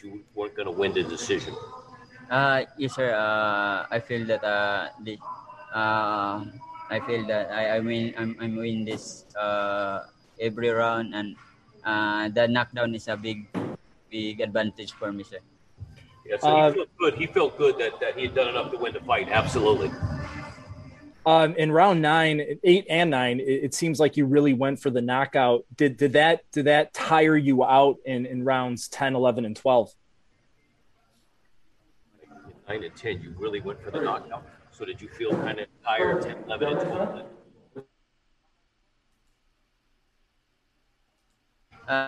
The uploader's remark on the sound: Post Fight Media conference after title defense